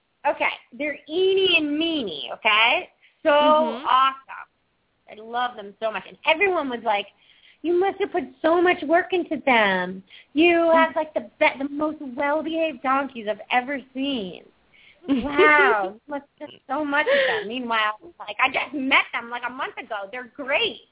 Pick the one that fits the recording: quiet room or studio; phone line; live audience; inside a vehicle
phone line